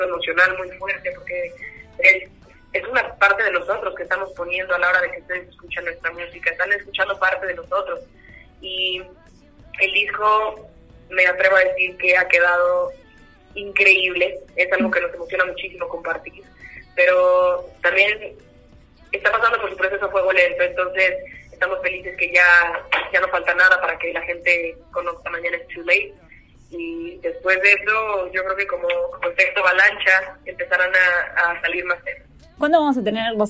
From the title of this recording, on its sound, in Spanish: Entrevista telefónica